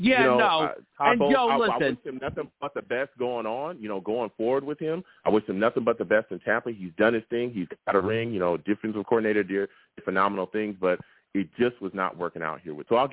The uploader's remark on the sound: I also take live callers!